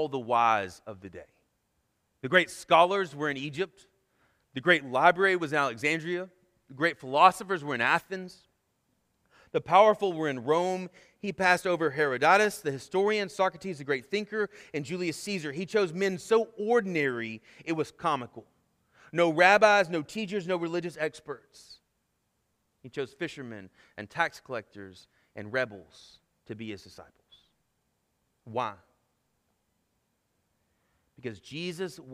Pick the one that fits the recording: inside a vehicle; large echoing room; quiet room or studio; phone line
large echoing room